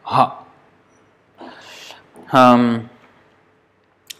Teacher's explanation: the last alphabet of Sanskrit, aha, which is glottal, which is from the throat